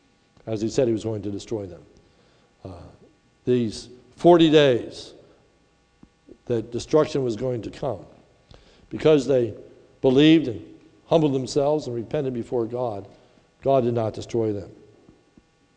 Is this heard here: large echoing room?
yes